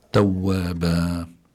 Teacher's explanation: فإذا الإنسان لابد أن يقف بالمد ومد حركتين فقط · Term: مد العوض